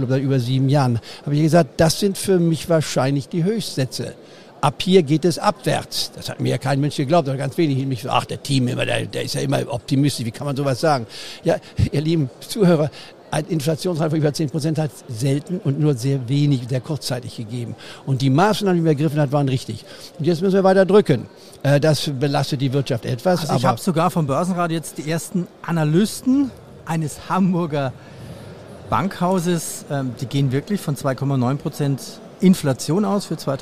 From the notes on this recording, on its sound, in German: Live auf dem Börsentag Hamburg. Fand in Hamburg der Börsentag statt.